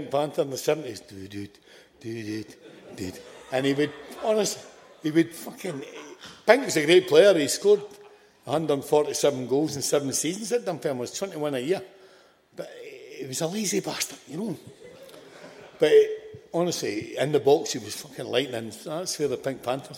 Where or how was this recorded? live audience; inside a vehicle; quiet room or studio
live audience